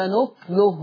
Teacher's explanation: قرأ ورش بسكون الكاف مختلف نكله